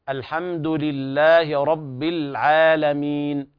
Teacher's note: ترقيق اللام في كلمة العالمين